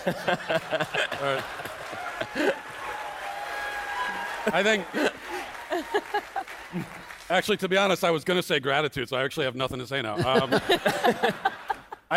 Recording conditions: live audience